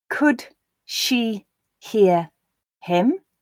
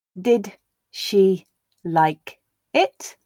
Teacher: a d sound is followed by a sh sound, you may also feel that it becomes a j. And again, this tends to be a very, very subtle thing, just noticeable where the voicing of the d is carried over into the beginning of the sh, giving that j feel. · Term: j sound